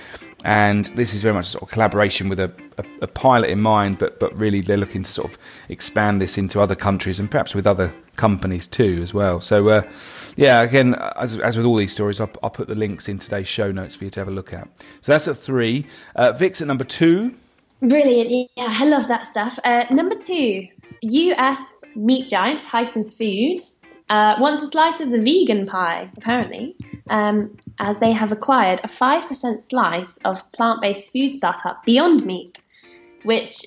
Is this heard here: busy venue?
no